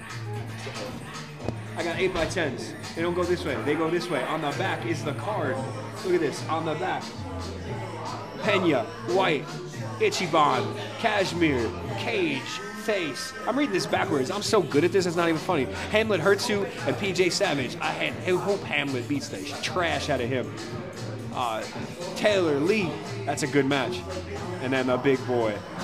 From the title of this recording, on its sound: live from el bochitos